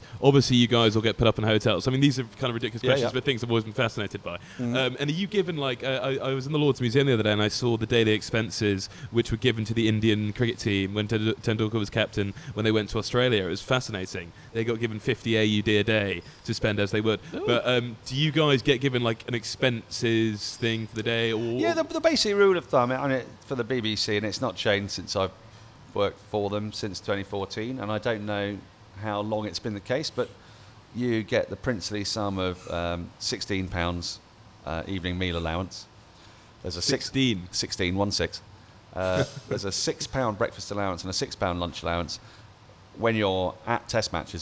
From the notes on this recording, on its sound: Recorded live from The Wheatsheaf Pub - Tooting.